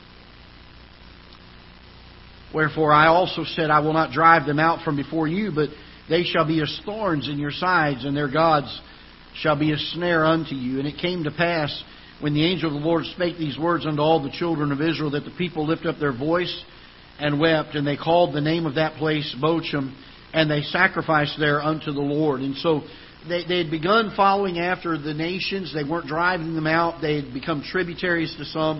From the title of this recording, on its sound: Ketha Heights Baptist Church ~ Live Broadcast